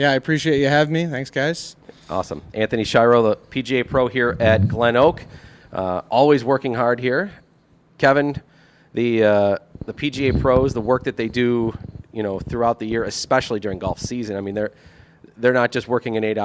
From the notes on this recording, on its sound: The gang is live from Glen Oak Golf Club!